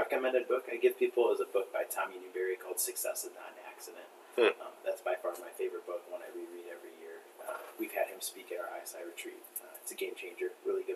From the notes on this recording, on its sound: Didn't switch the mic again off of the laptop mic, so the quality of the recording is not up to Core4Life standards.